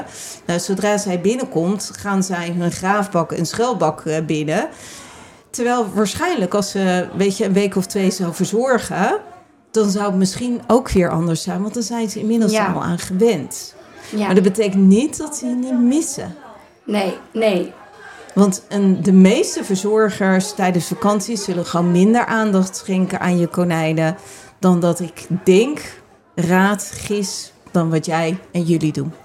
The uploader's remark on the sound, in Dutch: Laatste dag live op Animal Event.